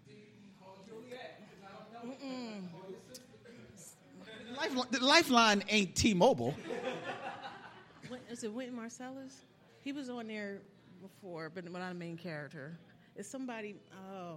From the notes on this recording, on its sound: Have fun with the audience and Spike Lee's SCHOOL DAZE, playing trivia games and dishing out prizes at their special Philly Podcast Festival show.